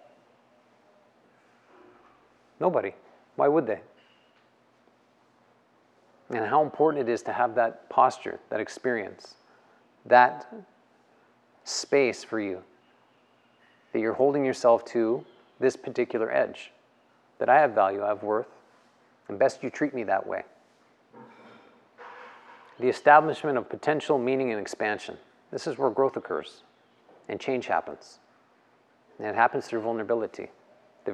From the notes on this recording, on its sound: The live recorded lecture took place before a yoga practice at Peace Retreat in Los Pargos, Costa Rica in February of 2022.